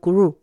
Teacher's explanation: Ahí es como una doble R la pronunciación, pese a que se escribe con una R